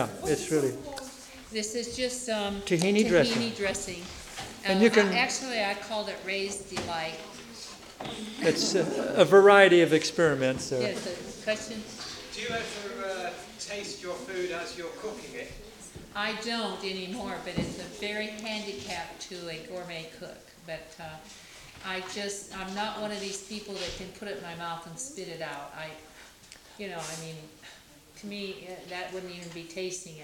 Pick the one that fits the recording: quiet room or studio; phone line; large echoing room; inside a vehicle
large echoing room